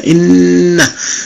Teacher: موجود، ومخرج الباء عفوا النون مثلا لما تتلفظ بنون مشددة إن، فإن النون المشددة أو مخرج النون يشترك في إخراج الصوت مع الخيشوم